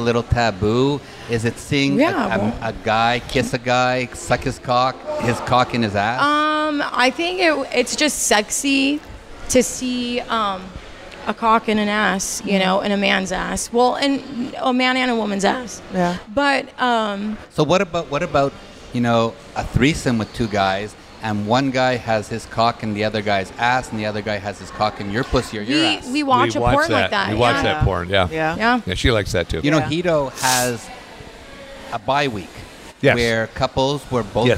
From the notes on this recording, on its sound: Join us on location at Hedonism II Resort on Negril Beach, chatting with some open-minded guests who are on their first visit to Hedo together.